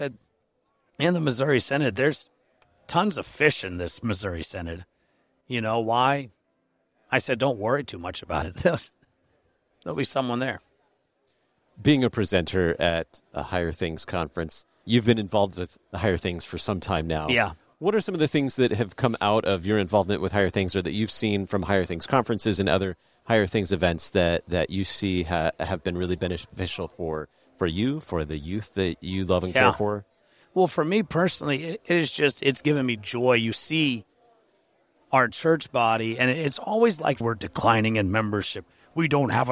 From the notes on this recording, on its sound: at the Higher Things conference in Carbondale, IL